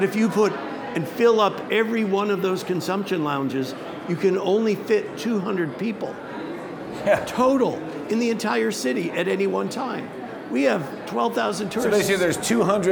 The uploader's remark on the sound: Recorded live at New West Summit 5.